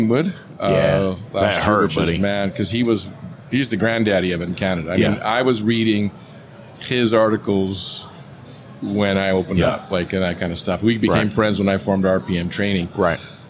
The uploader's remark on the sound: In this episode recorded live at AAPEX 2022.